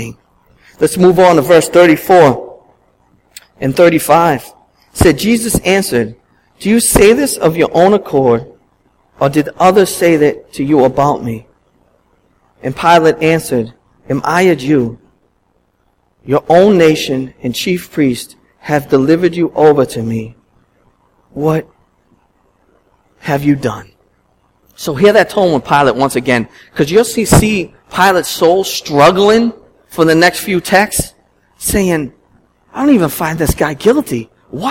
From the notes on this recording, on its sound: at Restoration Road Church in Wakefield, MA